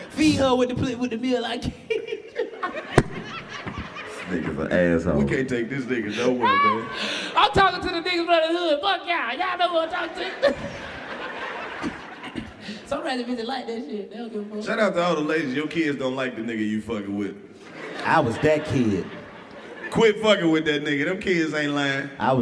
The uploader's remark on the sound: Roasting everybody in the crowd! Live from the Nashville Comedy festival, the new kings of comedy kick off three sold out shows for Cashville!